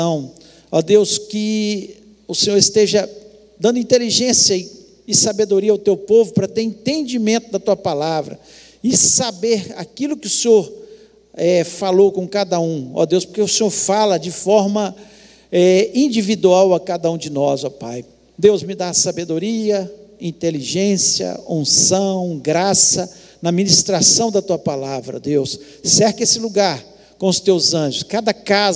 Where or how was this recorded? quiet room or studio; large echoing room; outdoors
large echoing room